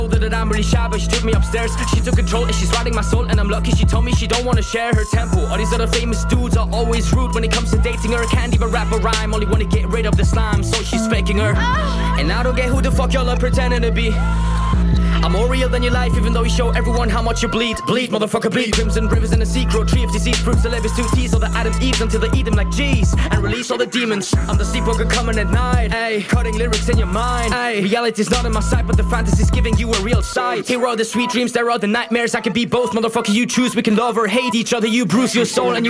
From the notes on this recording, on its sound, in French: Émission spéciale en direct du &#8220;Festival des Migrations 2020&#8221